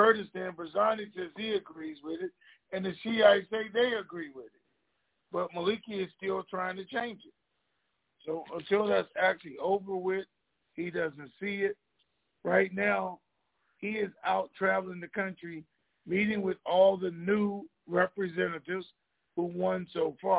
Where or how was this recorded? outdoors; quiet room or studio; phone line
phone line